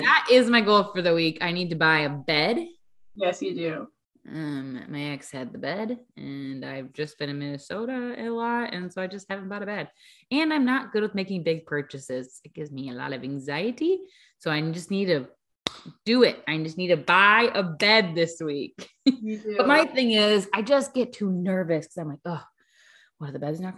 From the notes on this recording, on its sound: This is our first virtual podcast, so we promise the audio will be better going forward.